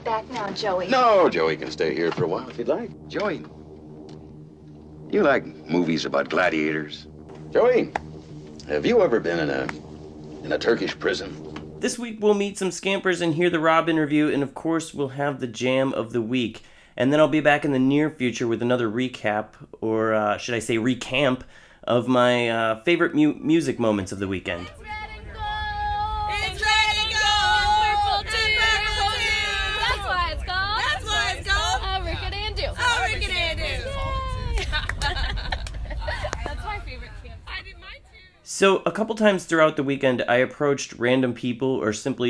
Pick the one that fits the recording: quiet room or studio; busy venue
busy venue